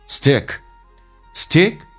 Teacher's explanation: stick，短元音，哎，急促有力，往回吸气。哎，stick，stick。To your original, original.